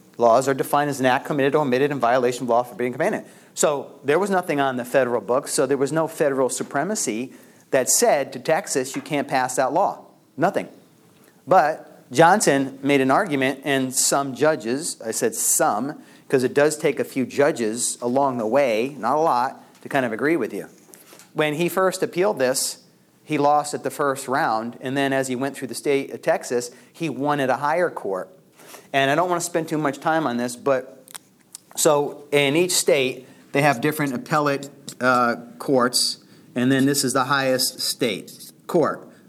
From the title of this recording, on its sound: LECTURE ADUIO